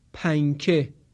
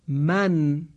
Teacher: در تلفظ کلمه من، حرف نون از برخورد سر زبان با لسه دندانهای بالا تلفظ شد · Shown in: second take